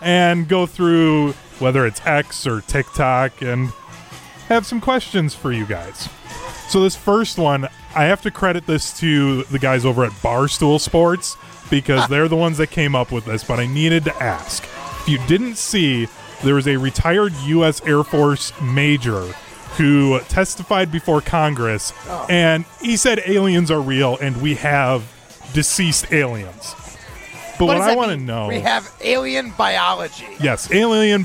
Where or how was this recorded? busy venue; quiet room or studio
busy venue